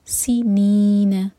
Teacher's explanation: اور سین کے لیے سیٹی والی آواز